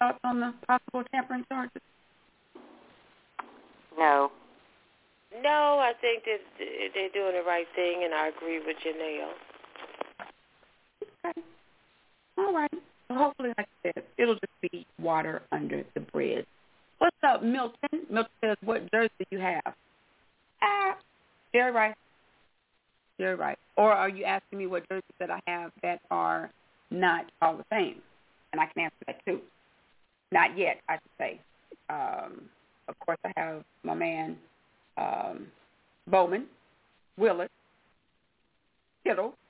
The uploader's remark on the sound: your phone calls